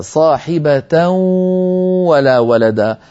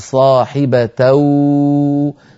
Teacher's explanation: الأمر الثاني صاحبة ولا ولدا، إدغام بغنة، لابد أن نأتي بالغنة · Shown in: first take · ولا نقول صاحبة تو.